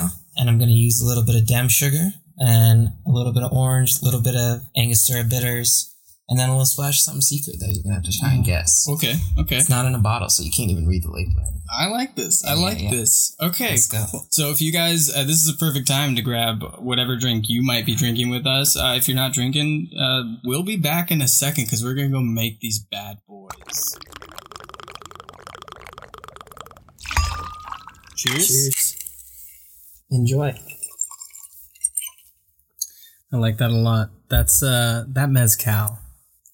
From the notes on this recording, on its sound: Please excuse the poor audio editing